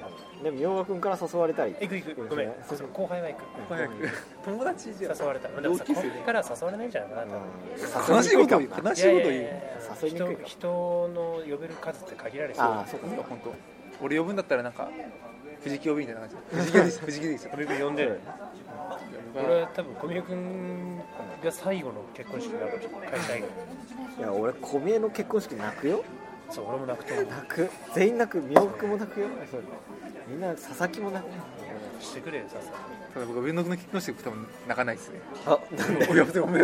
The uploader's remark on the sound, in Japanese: 今回も都内某所某ファミレスで収録しています。